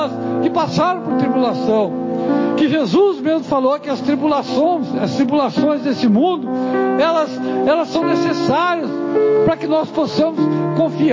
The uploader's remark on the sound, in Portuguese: Mensagem gravada em 12/01/2024 - Culto de Cura e Libertação